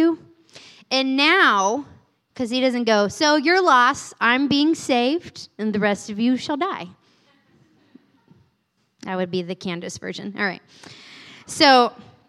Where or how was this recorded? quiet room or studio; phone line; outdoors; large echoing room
large echoing room